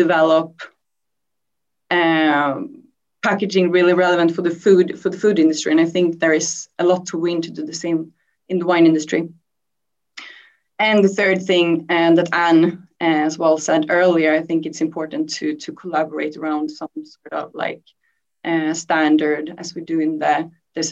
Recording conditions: video call